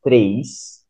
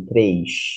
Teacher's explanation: when they pronounce the S, they make a, a kind of sh sound. · Shown in: second take · For example, the number three, I would say três, but people from Rio would say três with this accent.